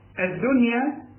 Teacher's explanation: اللام هي جت لنا، شوف اتحولت لدال، دخلت في الدال